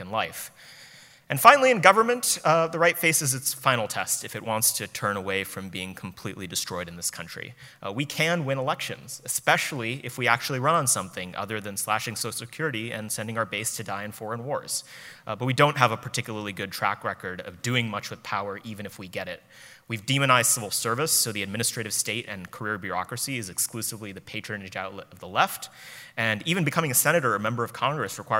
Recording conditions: live audience